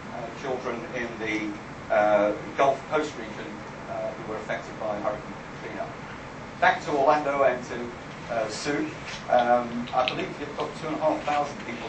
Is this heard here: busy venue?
yes